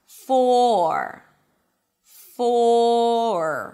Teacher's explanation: So when the word is stressed, you want to make sure that you hear the O sound, you drop your jaw, you round your lips, you keep the tongue down, for, and only at the end you bring it up for the R · IPA: fɔːr